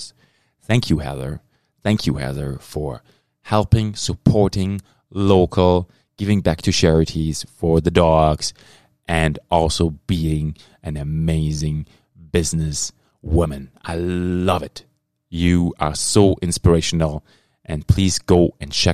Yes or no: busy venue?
no